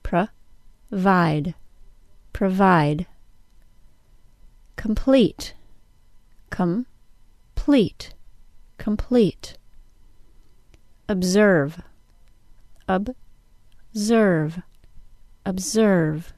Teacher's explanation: We've chosen words that all follow the pattern of being stressed on the second syllable. I'll say these words in the same pattern of the whole word, then by syllable, and then again as the whole word.